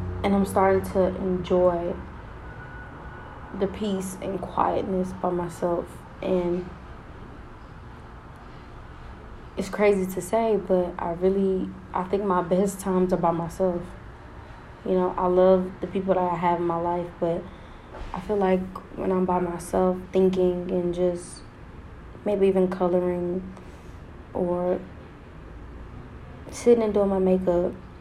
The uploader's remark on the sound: This is a calm episode, outside with nature while we self reflect.